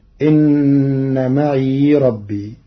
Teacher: قرأ ورش كلمة معي بإسكان الياء